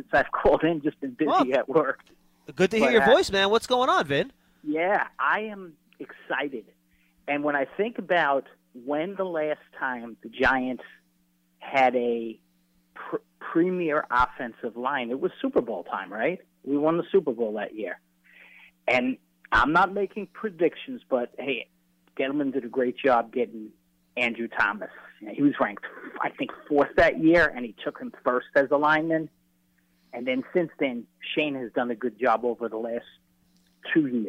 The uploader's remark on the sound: Live from Arizona. Take calls from fans.